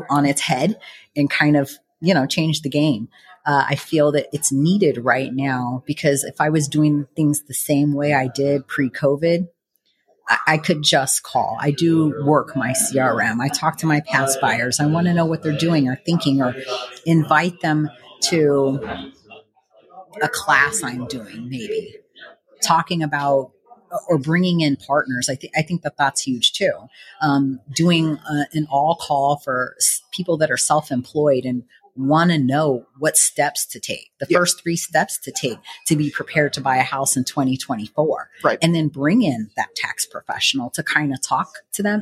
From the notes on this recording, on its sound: Sat down in person with Las Vegas-based sales manager at loanDepot. At our recent HousingWire Annual conference.